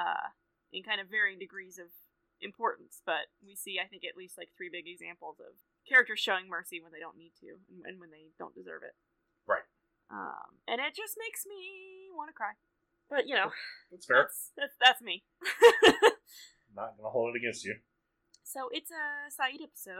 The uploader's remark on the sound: This week we had some audio issues.